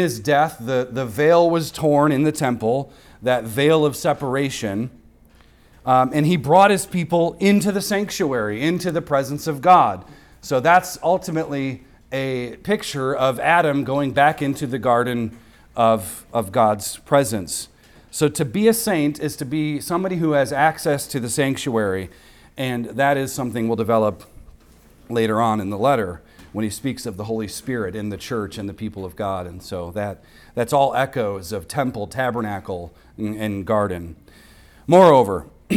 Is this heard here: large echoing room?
yes